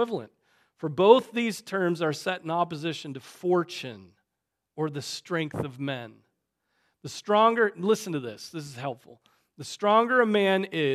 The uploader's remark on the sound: Preached on January 28, 2024 at Trinity Presbyterian Church